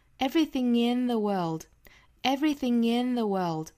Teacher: Everything 和 in 之间如果说做连读的话呢是有一个后鼻音加元音的连读。这里大家要连出一个 ng, in.